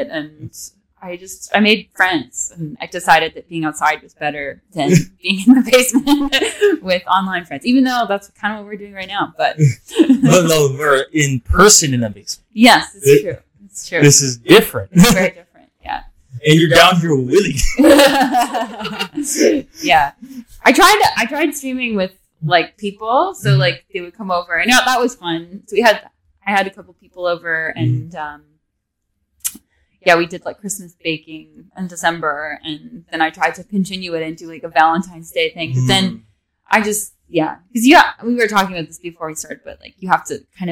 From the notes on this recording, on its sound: Sorry for the audio. I figures d out the issue.